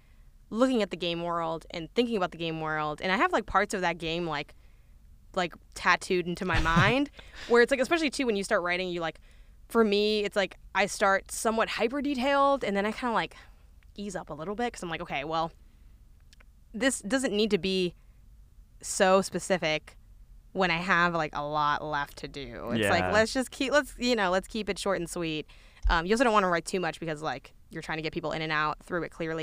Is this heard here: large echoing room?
no